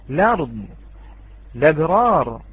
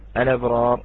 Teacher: جاز لنا أن نبدأ بهمزة الوصل، وجاز لنا أن لا نعتد بهذه الهمزة ونبدأ باللام · Shown in: first take · فأصبحت هذه اللام متحركة ولم نعتد بالعارض.